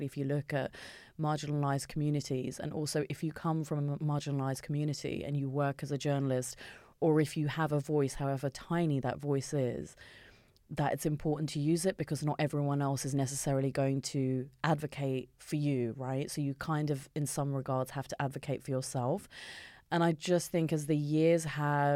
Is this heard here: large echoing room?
no